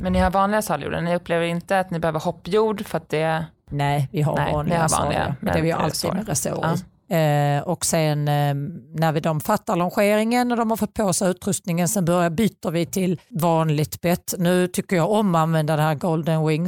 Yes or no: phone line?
no